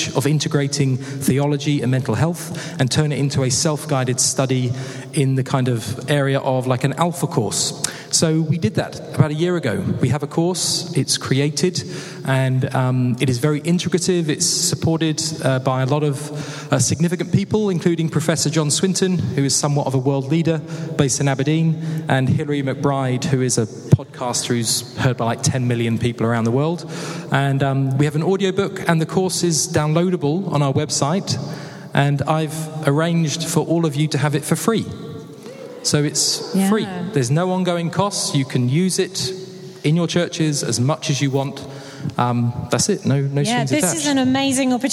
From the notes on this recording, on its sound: Interview from the Mind and Soul "Running On Empty" conference.